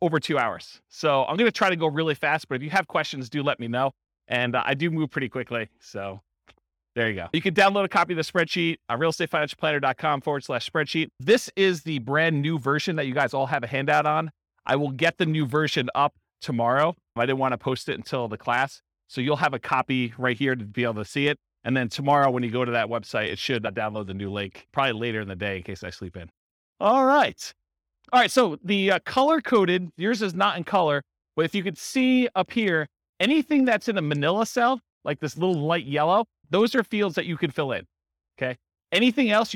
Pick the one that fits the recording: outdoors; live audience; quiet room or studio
live audience